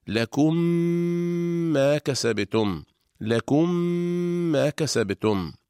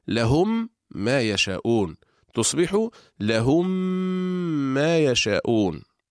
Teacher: تدغم الميم الأولى الساكنة في الميم الثانية المتحركة فتصبح ميما واحدة مشددة تحتاج إلى غنة طويلة. إذن تنطبق الشفتان على الميمين إطباقة واحدة، فنطبق على ميم ساكنة ونفتح الشفتين على ميم متحركة مع ملاحظة الغنة هكذا: لكم ما كسبتم، لكم ما كسبتم. · Term: الإدغام